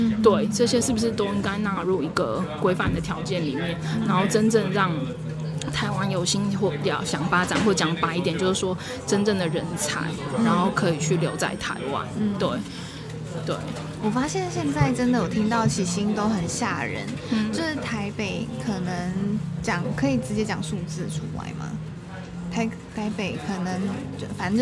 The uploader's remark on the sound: 如果有些人對於錄音的背景有點吵吵不太喜歡，在這裡先說聲抱歉；不過這就是我一開始就想要營造的氣氛喔~呵呵。 If some people don't like the noisy background of the recording, I apologize here; but this is the atmosphere I wanted to create from the beginning~ hehe.